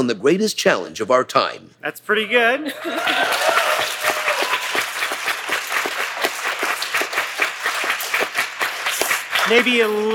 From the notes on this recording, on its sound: This week, we feature a live conversation. In this episode, recorded at Greentown Labs.